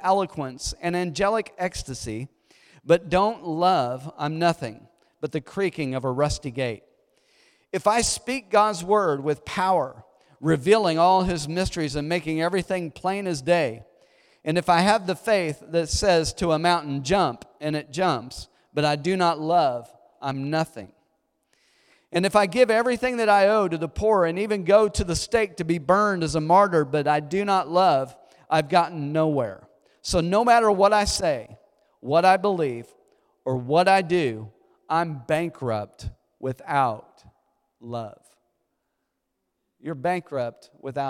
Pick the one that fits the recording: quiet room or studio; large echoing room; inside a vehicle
large echoing room